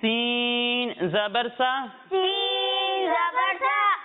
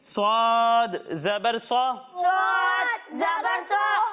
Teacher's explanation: لیکن سین اور سواد میں فرق اس طرح ہوگا کہ سین کو ہم باریک پڑھیں گے اور سواد کو ہم موٹا کر کے پڑھیں گے، کیونکہ سواد حروف مستعاریہ میں سے ہے جن کو موٹا پڑھنا ضروری ہے۔